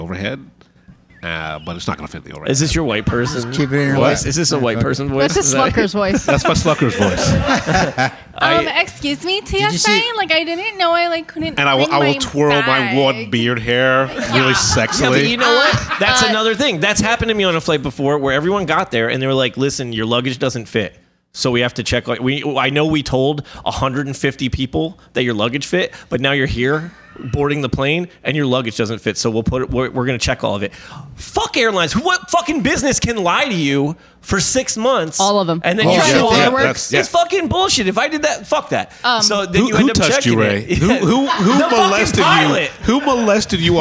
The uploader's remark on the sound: our audience, on location at One Up One Down Coffee Roastery & Caffe